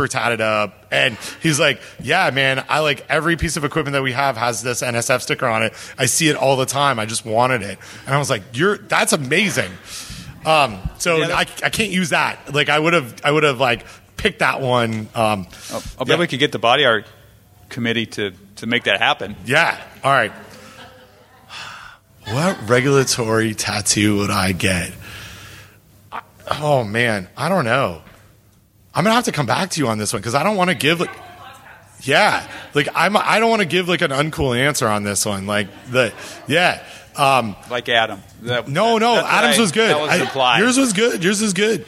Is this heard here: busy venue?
yes